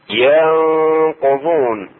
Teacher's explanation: إخفاء النون الساكنة عند القاف